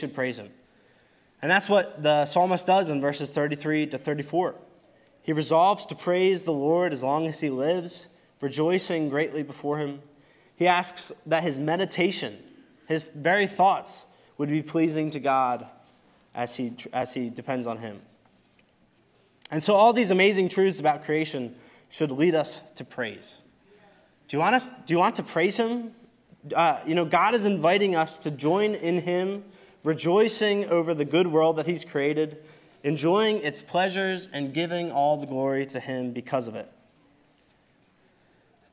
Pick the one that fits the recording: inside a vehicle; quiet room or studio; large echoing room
large echoing room